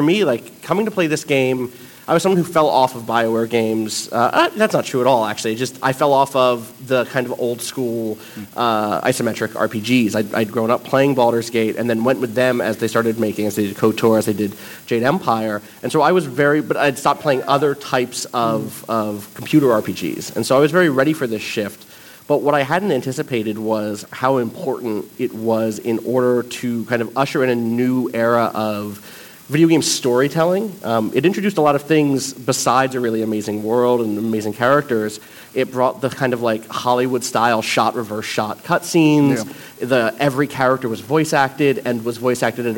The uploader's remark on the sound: PAX West LIVE. We take our Top 25 RPG countdown LIVE to PAX West.